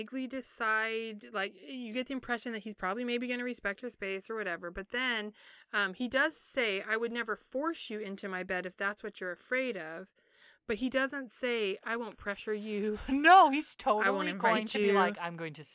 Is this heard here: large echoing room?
no